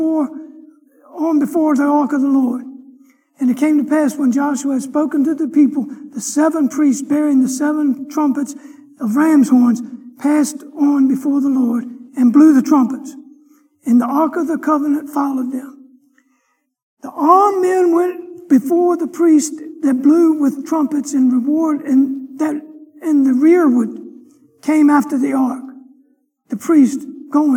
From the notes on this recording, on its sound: Sunday morning lecture